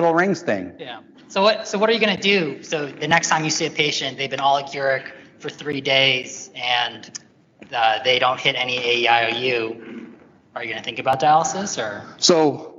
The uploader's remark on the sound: LIVE SHOW: AKIKI2 live from ACNP/PA Critical Care Bootcamp. Thank you so much to the organizers of the ACNP/PA Critical Care Bootcamp who invited us to do a live episode of the show!